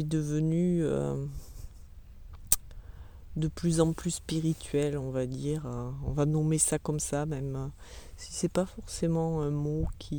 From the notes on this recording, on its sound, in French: un épisode un peu spécial, ***sans montage***, donc sans musique et peut-être avec des bruits parasites